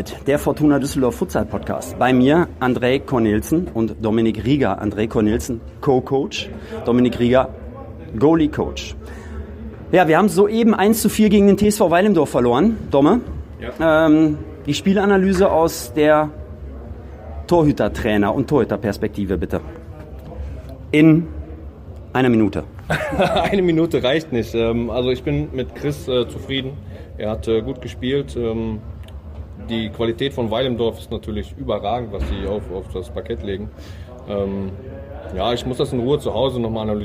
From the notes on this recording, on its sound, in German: Live aus der Mixed Zone nach dem Futsal Bundesliga Spiel gegen Weil im Dorf.